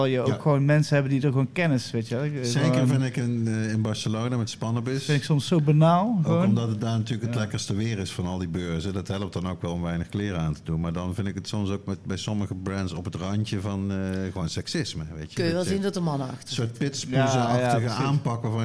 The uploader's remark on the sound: High Tea Potcast Live at High Times